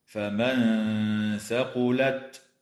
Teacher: إخفاء حقيقي للنون الساكنة عند الثاء مع الغنة مرققة